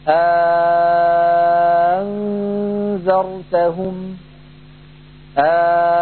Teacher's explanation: فمثلا المثال الذي ذكرناه أأنذرتهم، أأن النون ساكنة مخفاة، فعندما نبدل الهمزة الثانية ألفا ينشأ المد اللازم